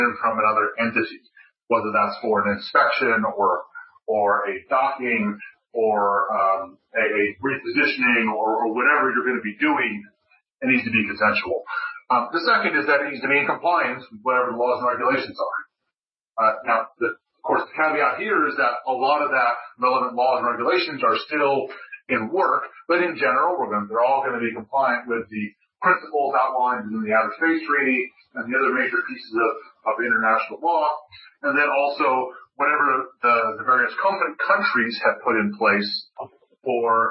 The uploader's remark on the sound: His talk was part of the Future-in-space Operations weekly teleconference series recorded on July 29.